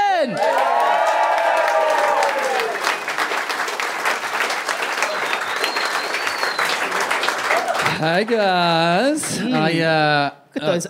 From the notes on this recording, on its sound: Recorded LIVE at the Heya Bar in Brisbane on Saturday, March 18, 2017.